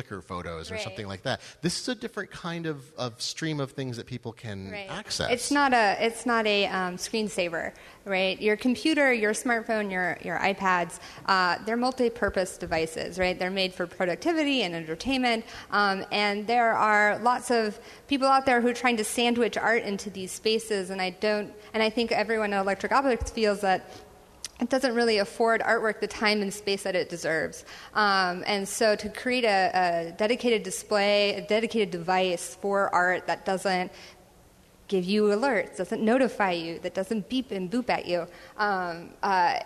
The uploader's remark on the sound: Live from XOXO 2014. Live on stage at the XOXO 2014 festival in Portland, Oregon, as part of the Story evening.